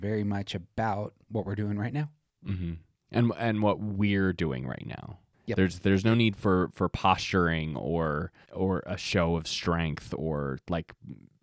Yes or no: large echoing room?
no